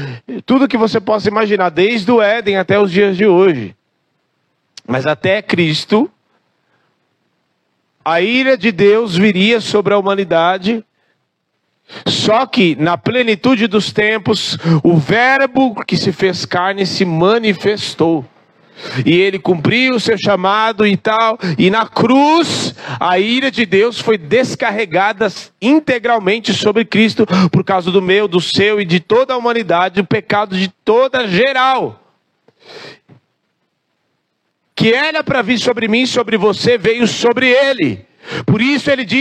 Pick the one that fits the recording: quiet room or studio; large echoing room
large echoing room